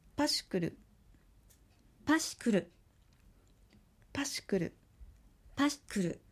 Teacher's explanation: シを弱く発音します。稀に弱くすに聞こえる場合もあります。